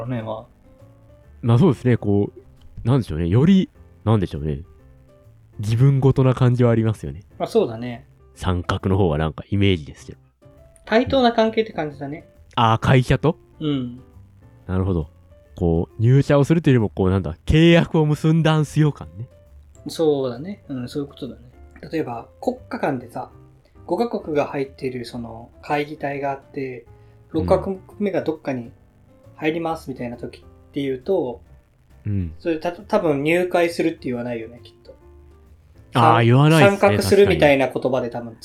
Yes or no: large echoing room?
no